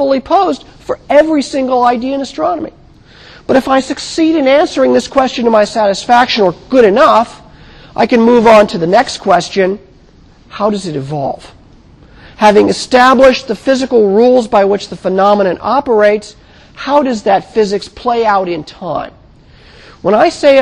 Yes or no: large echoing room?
yes